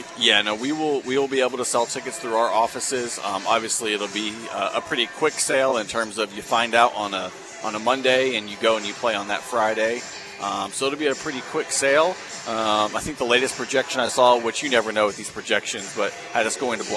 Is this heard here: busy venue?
yes